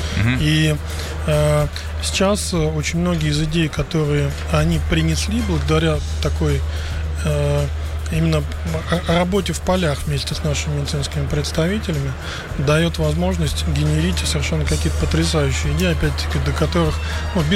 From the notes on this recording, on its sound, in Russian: Делимся свежими записями интервью с конференции TECH WEEK-2023!